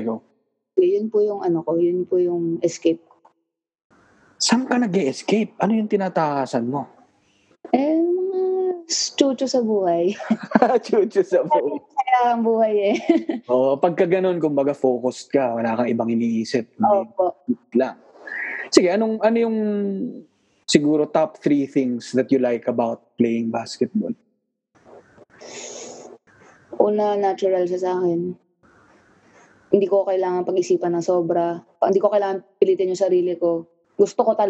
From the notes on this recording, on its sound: via Zoom